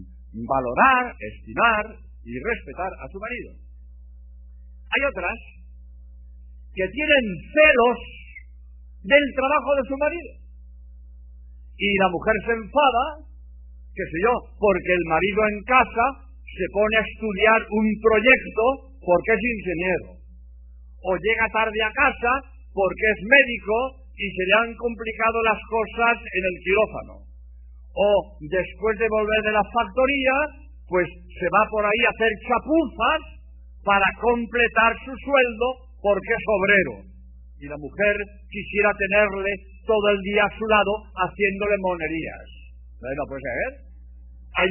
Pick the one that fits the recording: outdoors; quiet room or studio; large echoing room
large echoing room